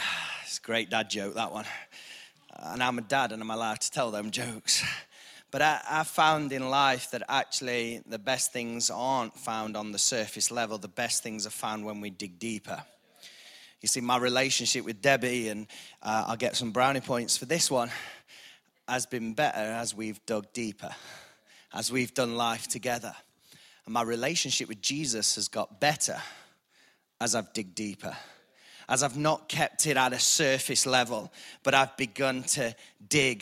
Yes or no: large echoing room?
yes